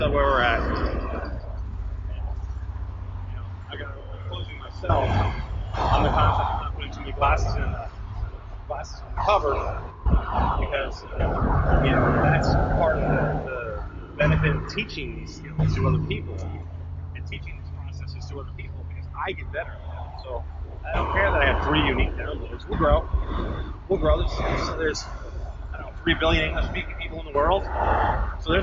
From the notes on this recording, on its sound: Bad sound.